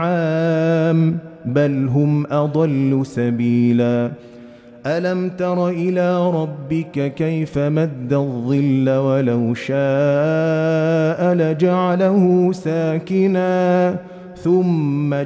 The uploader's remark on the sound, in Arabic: مسجل من صلاة التراويح بمسجد السلام بحي مشرفة بجدة.